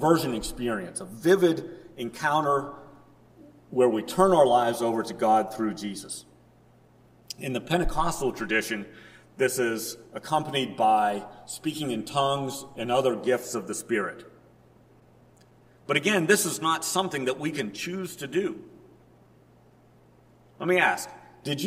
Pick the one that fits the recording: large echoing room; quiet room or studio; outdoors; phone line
large echoing room